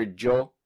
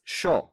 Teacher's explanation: But in Argentina, they don't say ya, they say sh. · Shown in: second take